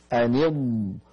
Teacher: أن يض، علينا أن ننتبه لحرف الضاد الساكنة هكذا، أن يض أن يض، فإذا قلنا أن يض والضغط يكون على حافتي اللسان أو إحداهما